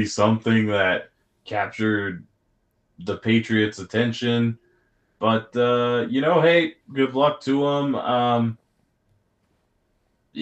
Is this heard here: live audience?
no